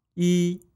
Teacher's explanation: On its own, 一 is pronounced with a first tone. If it is followed by a first, second, or third tone, 一 changes into a fourth tone.